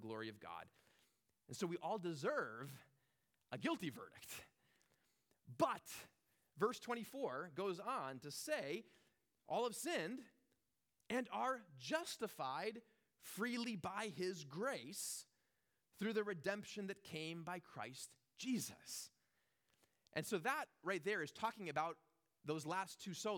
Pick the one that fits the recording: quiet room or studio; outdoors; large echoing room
large echoing room